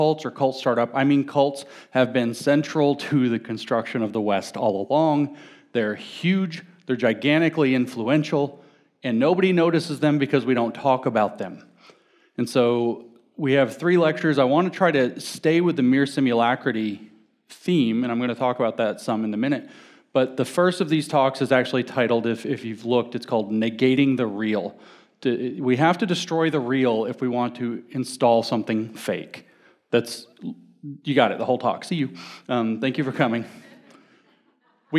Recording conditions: live audience